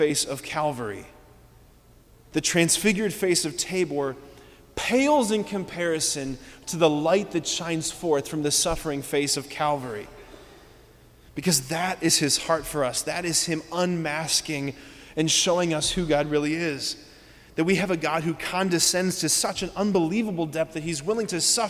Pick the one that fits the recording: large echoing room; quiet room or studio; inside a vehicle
large echoing room